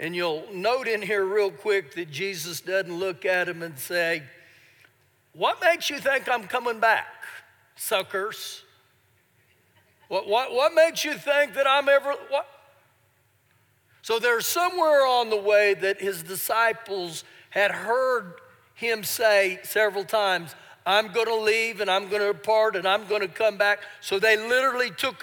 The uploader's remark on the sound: Recorded live during our Sunday morning service